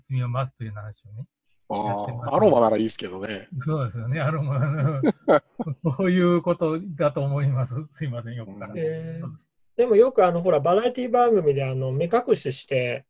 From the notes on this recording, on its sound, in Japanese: ミーティングZOOM会議